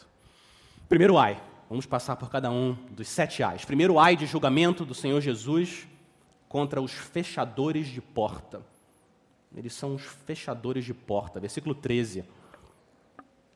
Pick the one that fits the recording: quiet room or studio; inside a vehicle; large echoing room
large echoing room